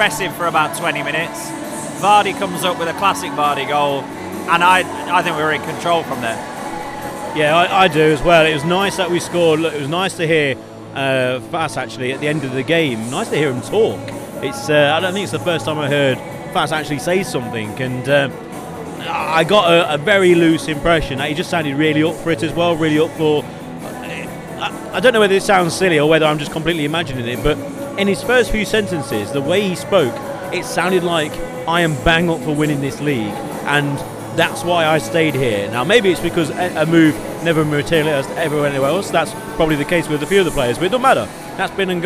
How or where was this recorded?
busy venue